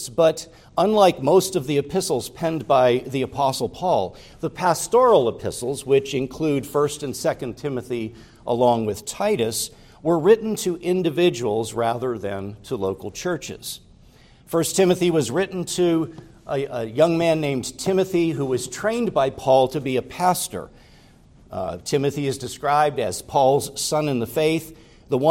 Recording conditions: large echoing room